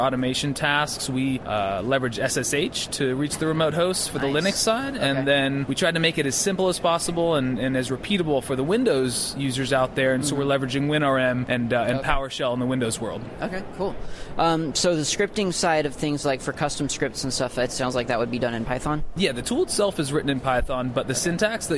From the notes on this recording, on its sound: At All Things Open conference.